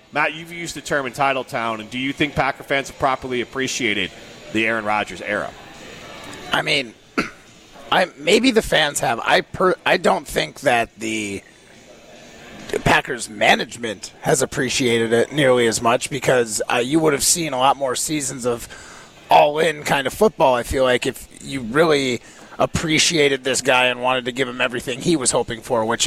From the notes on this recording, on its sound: broadcast live from X-Golf in Middleton